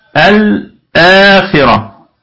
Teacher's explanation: قلنا الآخرة الهمزة أيضا مثل التي قبلها همزة وصل تثبت في البدء وتسقط في الوصل لأنها في همزة وصل وليست همزة قطع. اللام قمرية مظهرة الآخرة هنا تظهر اللام لأنها قمرية